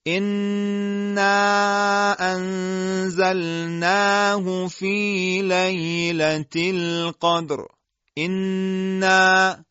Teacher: قاری قرآن هرگاه به نون و میم مشدد برسه، اهم از این که تشدید به صورت ذاتی و دائمی باشه یا اینکه حاصل از ادغام متماثلین بین دو کلمه اتفاق افتاده باشه، باید صدای نون و میم مشدد رو به اندازه دو حرکت امتداد بده و در این میزان هیچ تفاوتی بین مشدد میان کلام و مشدد موقوف علیه وجود نداره. · Term: غنه